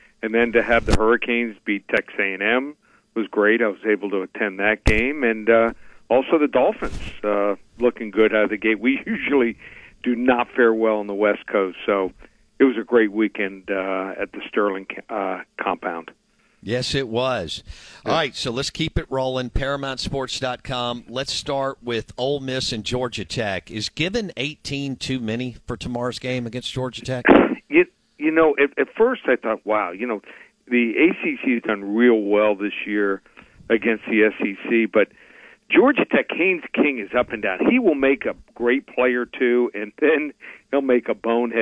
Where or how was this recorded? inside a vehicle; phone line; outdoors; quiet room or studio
phone line